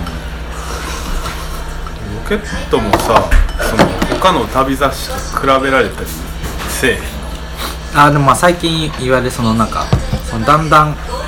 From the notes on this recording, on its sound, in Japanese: LOCKET』第3号刊行記念トークイベント（於blackbird books）後の打ち上げにてオフレコトーク満載につき、ぶつ切り配信。